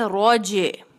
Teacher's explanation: جیم پر ہم جھٹکا دیں گے، کلکلا کریں گے